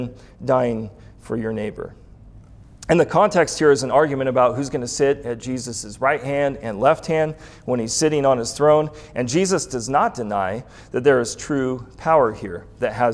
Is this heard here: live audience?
yes